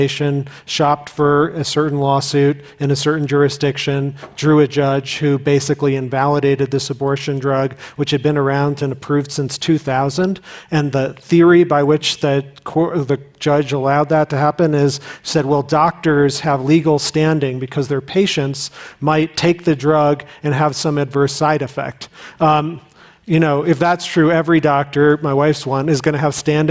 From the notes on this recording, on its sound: For an in-depth discussion at the 2023 Aspen Ideas Festival.